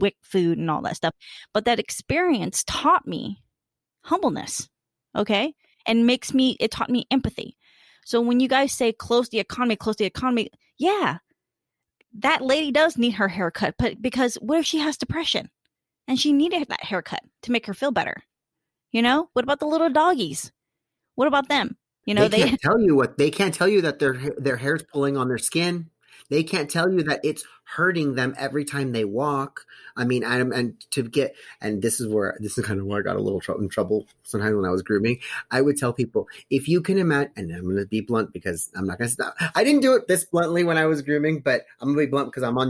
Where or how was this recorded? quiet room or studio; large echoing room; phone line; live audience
quiet room or studio